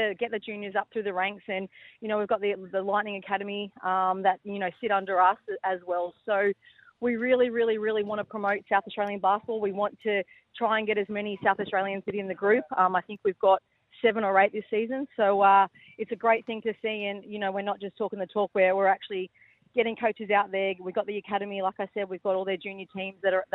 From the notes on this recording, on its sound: phoned in for a chat